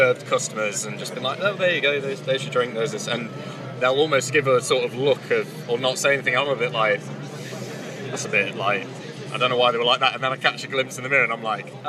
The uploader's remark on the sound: From our 'Live from Bloodstock 2023' series.